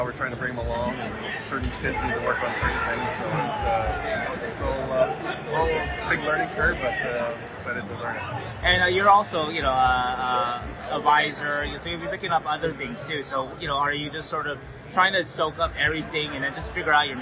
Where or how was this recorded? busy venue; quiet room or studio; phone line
busy venue